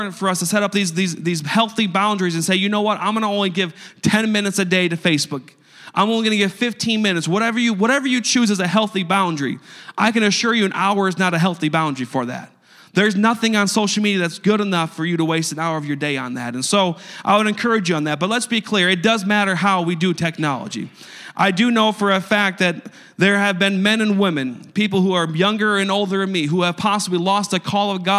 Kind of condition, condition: setting, large echoing room